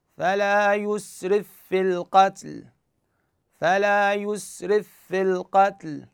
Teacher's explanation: هاي الفاء الساكنة نحذفها وندغمها وين؟ بهذه الفاء المكسورة، فتصبح الفاء الثانية شنو؟ مشددة · Term: فاء وحدة مشددة